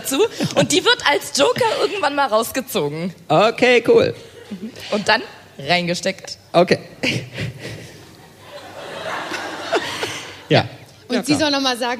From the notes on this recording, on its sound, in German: Live vom Podcastfestival Hamburg. Live MIT Herrengedeck vom Podcastfestival Hamburg.